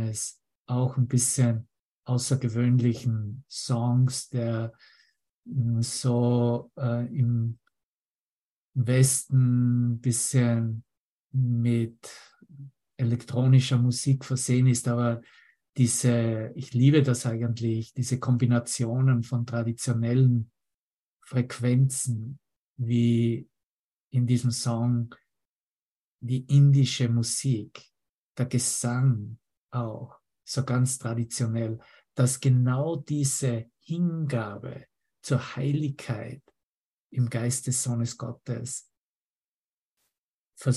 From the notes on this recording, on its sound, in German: Zoom-Session. Veranstaltet von der Aleph Akademie.